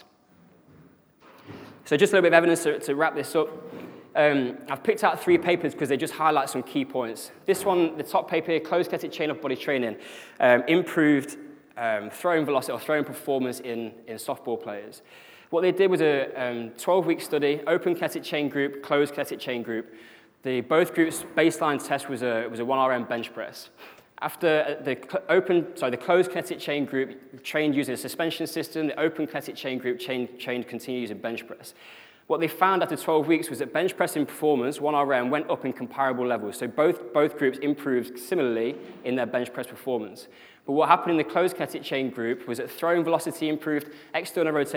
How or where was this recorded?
live audience